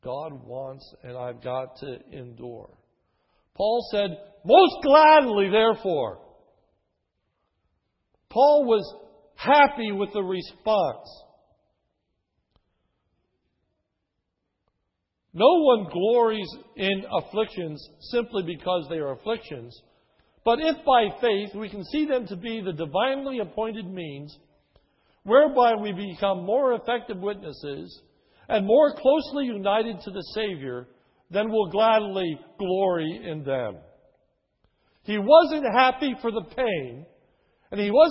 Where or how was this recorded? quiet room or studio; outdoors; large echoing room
large echoing room